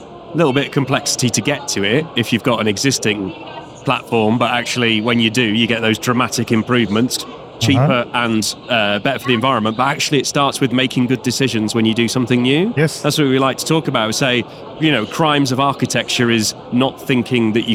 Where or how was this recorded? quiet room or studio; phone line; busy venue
busy venue